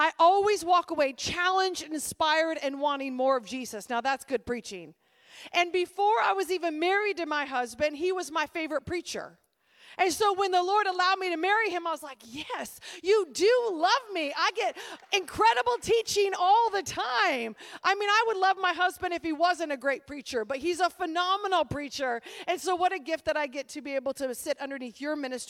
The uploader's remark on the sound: at the 2023 EQUIP Conference on April 21, 2023 at 7:30pm